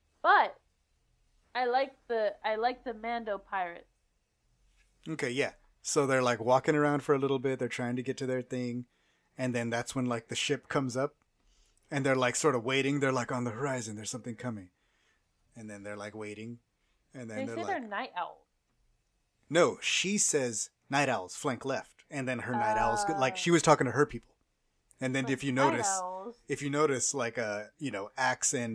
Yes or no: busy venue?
no